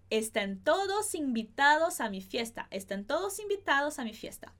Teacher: a gente tem esse N aí um pouquinho mais separado, um pouquinho mais pronunciado sem deixar as vogais nasais que estão por perto ali deles, beleza?